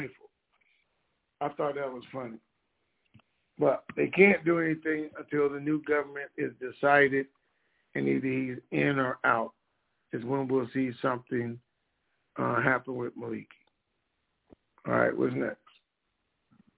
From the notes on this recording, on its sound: TNTSuperfantastic Conference Call